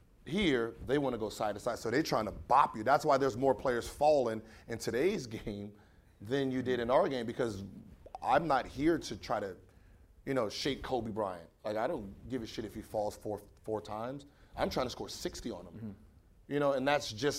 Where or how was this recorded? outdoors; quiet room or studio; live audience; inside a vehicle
live audience